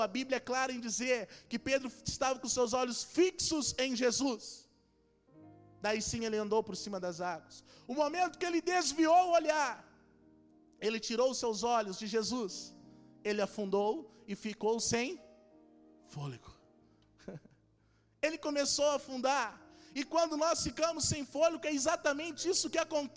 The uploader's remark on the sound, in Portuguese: Esta mensagem foi gravada ao vivo